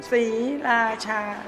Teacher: Three very distinct syllables. There's a little break in between each one. Sriracha. Not Sri or Sriracha, no.